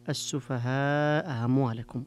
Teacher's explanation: إبقاء إثبات الهمزة الأولى وتسهيل الهمزة الثانية